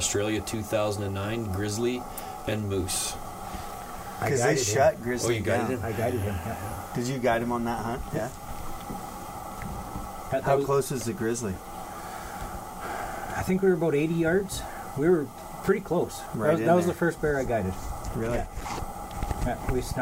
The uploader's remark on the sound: Live from Camp!